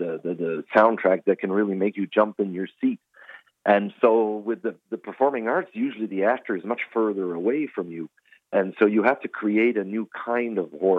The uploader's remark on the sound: joins us on the phone